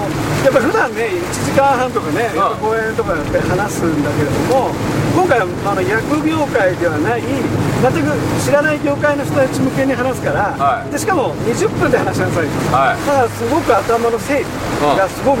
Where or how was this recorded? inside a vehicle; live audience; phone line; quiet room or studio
inside a vehicle